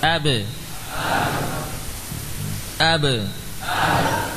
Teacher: bibir dengan bibir bertemu saat langsung lepas lagi · Term: qalqalah